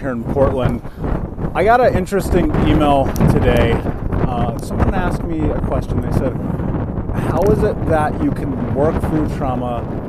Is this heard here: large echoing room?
no